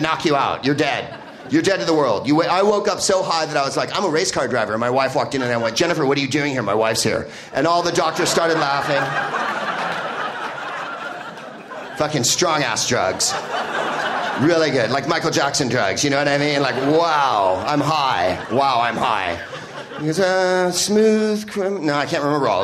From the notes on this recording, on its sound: Live from Chicago's Up Comedy Club